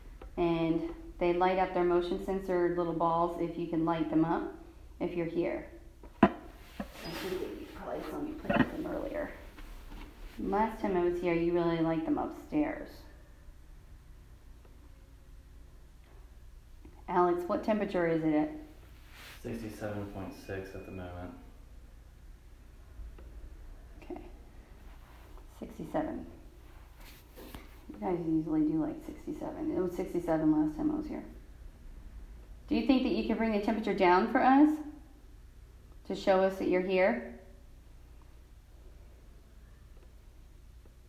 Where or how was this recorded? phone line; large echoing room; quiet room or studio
large echoing room